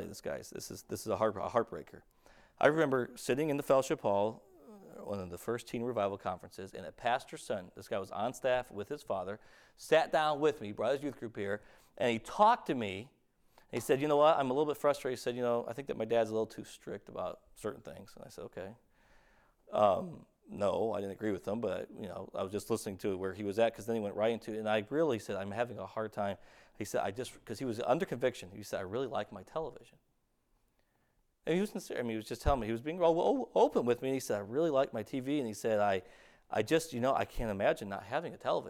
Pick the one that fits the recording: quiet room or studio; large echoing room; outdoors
large echoing room